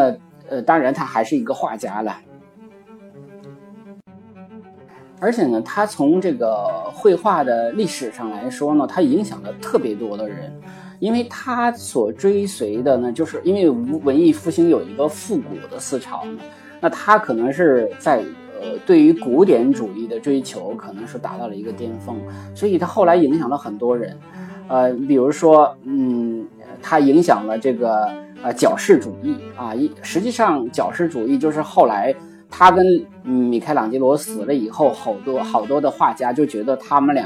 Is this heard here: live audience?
no